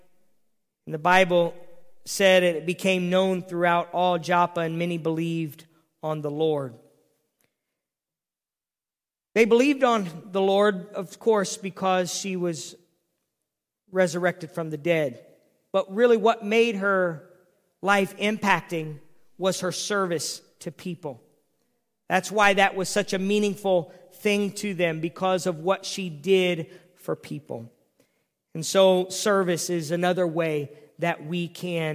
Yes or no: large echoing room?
yes